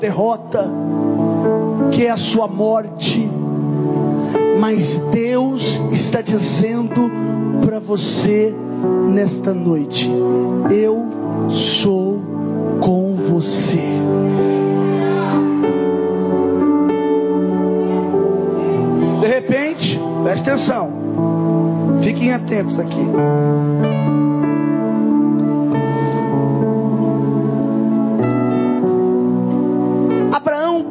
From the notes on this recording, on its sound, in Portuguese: Mensagem gravada em 14/01/2024 - Culto da Familia